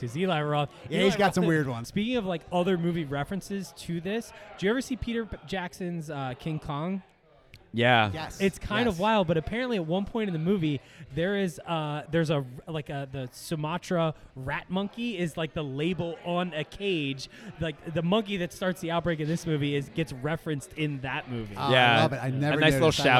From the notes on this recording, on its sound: LIVE FROM DEW POINT BREWING COMPANY IN YORKLYN, DE